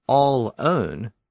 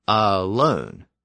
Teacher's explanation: But over time, the pronunciation of that L in the middle shifted from the end of the first syllable to the beginning of the second syllable. And it went from all own to alone.